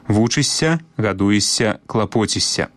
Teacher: як бы мы ні пісалі, заўжды вымаўляем мяккі падоўжаны «с».